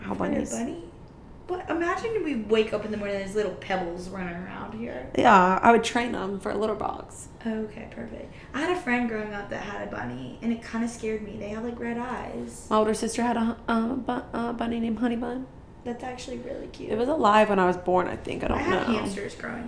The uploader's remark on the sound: Live from our couch in New York City. We are still so new to podcasting and we are learning as we go, sorry in advance for the weird mic noises we have fixed them for the next episodes.